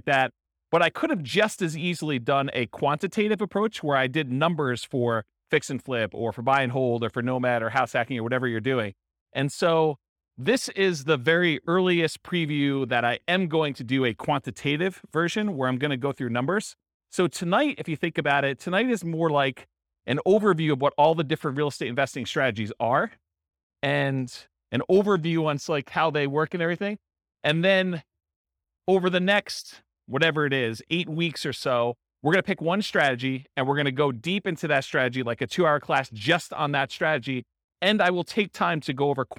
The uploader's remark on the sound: This was a live class recorded. Rochester, New York.